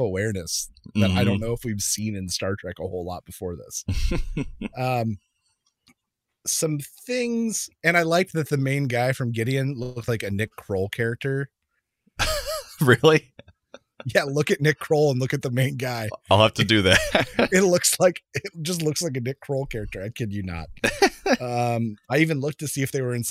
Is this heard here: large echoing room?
no